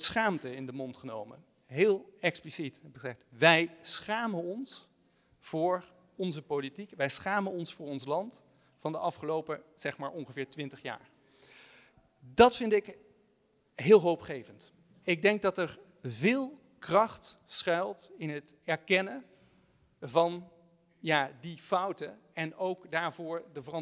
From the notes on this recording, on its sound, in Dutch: Een speciale Buitenlandse Zaken , live vanuit de Stadsschouwburg Amsterdam.